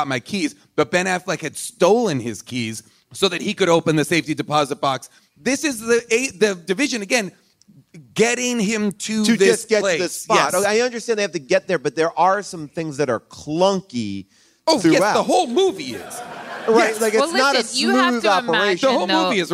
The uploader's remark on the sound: Hypnotic LIVE! LIVE from Largo in LA.